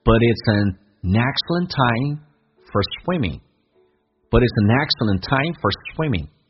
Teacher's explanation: for 不被强调，有弱化，说成 f 加个儿化音叫 for，轻轻点一下就没有